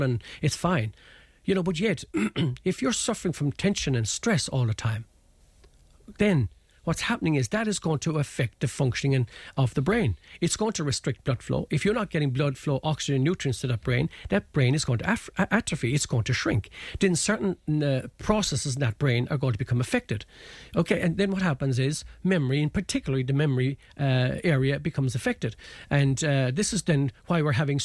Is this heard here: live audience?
no